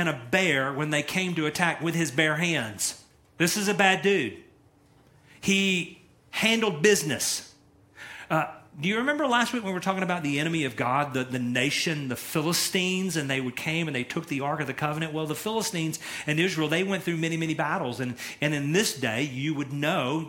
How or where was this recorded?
large echoing room